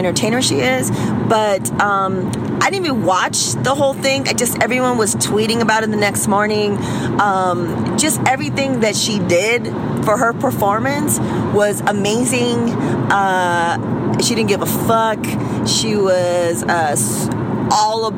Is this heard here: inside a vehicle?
yes